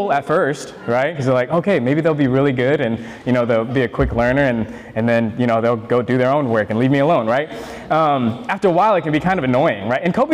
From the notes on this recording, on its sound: This is an audio sermon recorded at the Portland Church in Portland, OR.